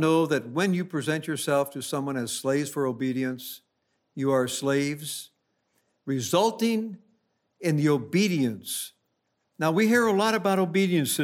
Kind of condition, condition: setting, large echoing room